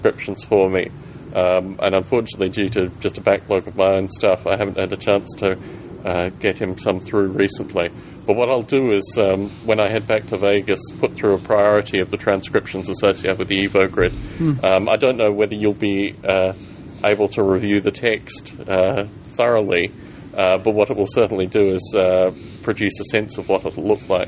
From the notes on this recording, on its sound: Morning Chat in Boulder Creek. There is a variety of background noise through this chat but it was the nature of the outdoor recording setting.